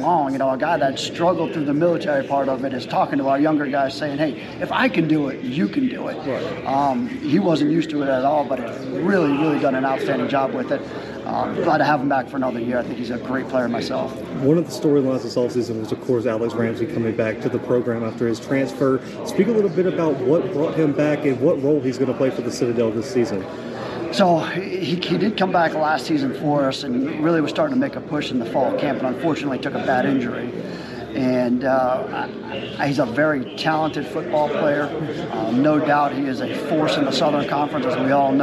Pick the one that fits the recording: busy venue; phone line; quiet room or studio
busy venue